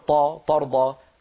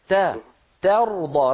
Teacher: رقق التاء وفخم الراء · Shown in: second take